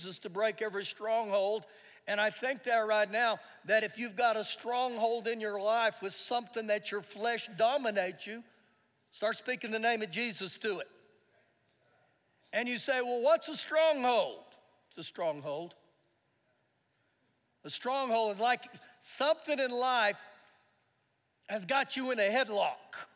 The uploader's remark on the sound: Recorded live during our Sunday morning service